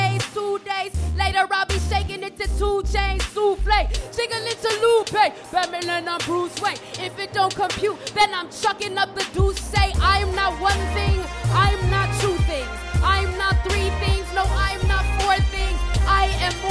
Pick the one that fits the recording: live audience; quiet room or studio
live audience